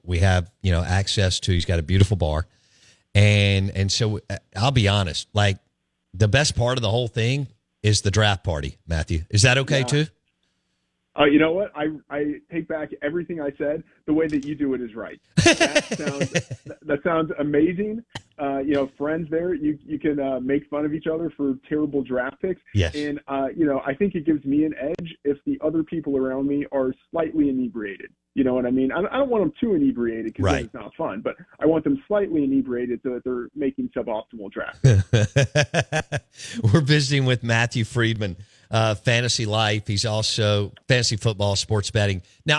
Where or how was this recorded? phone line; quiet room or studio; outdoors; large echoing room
phone line